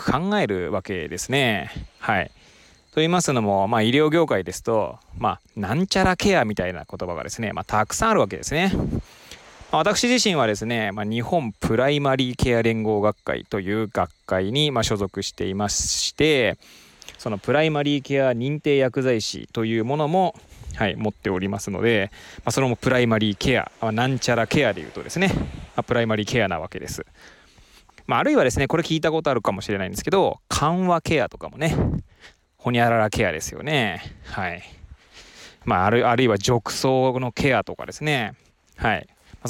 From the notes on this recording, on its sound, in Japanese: 初めての外収録。釜石市の根浜海岸を歩きながらケアとは何かについて語ってみました。音声がどんな感じか気になります。Stand.fm。